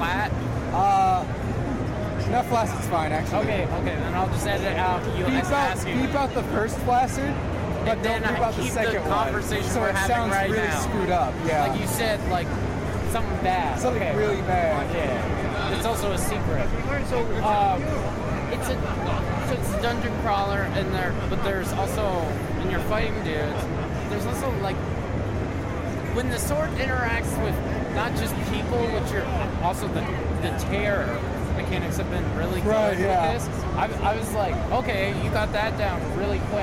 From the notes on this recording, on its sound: audio interviews I did while at PAX East 2016